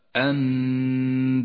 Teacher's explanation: تقلب النون إلى ميم وتسقط النون من اللفظ وقد لونت بالرمادي إشارة إلى عدم نطقها أما الميم تحتاج إلى · Term: الإقلاب